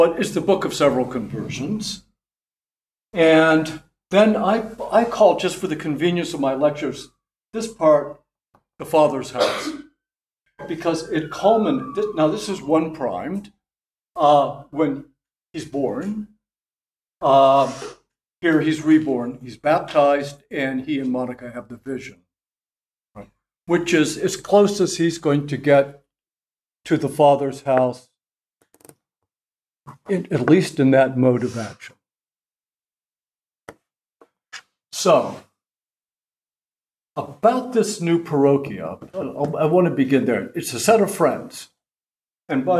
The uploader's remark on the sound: At the Dominican House of Studies in Washington, D.C., as part of the 2023 Civitas Dei Summer Fellowship. This lecture was given on June 14, 2023, at the Dominican House of Studies in Washington, D.